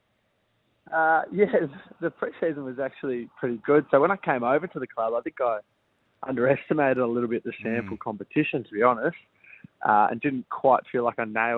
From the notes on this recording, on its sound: Jumped on the phone after the clubs round 2 victory over the Redlegs.